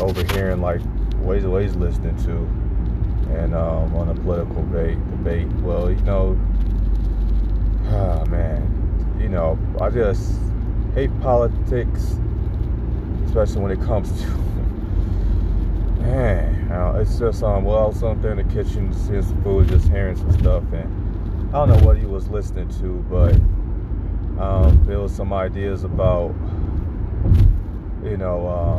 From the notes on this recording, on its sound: I am in the car